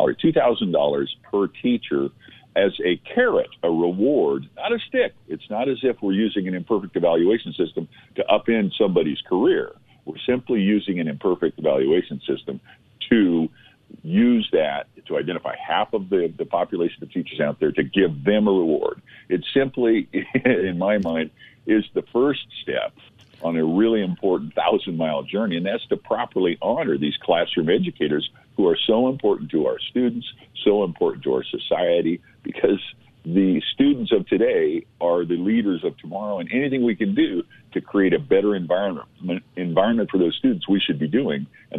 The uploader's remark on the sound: by phone